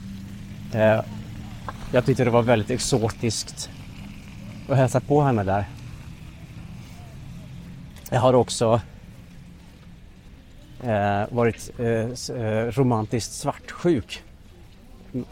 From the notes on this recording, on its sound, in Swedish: Detta är en personlig och avslappnad promenad genom Stockholms innerstad. Tillsammans med en del trafikljud. Inklusive Skeppsbron, Kungsträdgården och Strandvägen.